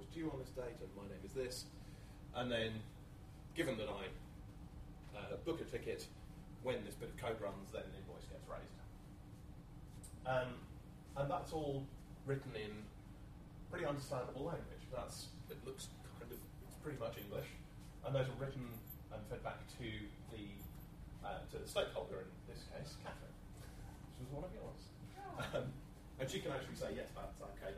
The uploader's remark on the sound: A Friday lunchtime lecture, delivered on the 12/07/2013